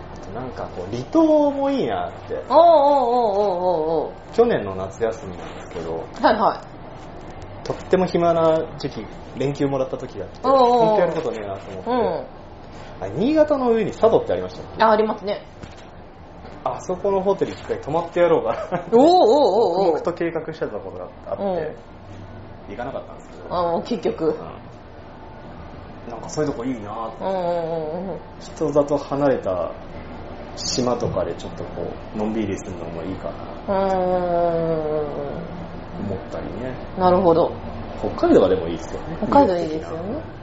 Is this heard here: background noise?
yes